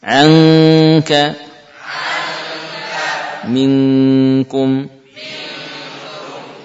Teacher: ikhfa nun pada kaf, tempelkan lidah bagian belakang ke langit-langit. Ya, bunyikan suara eng.